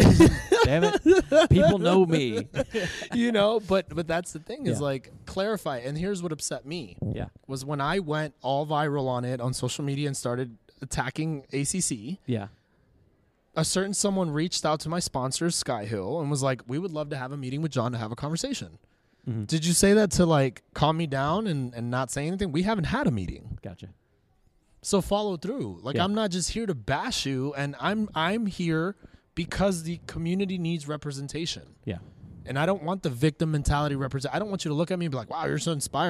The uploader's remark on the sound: LIVE from the CrossFit Games